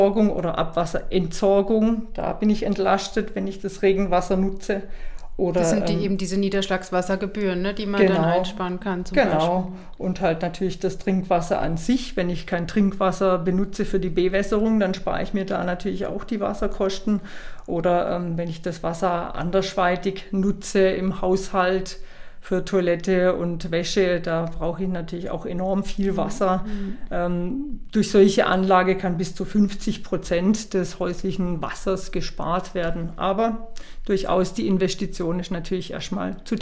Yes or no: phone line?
no